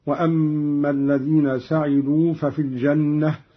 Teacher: قرأ قالون بفتح السين بالبناء للمعلوم هكذا